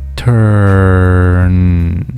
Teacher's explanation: 单词 turn 不要忘了结尾的这个鼻音要把舌尖顶上去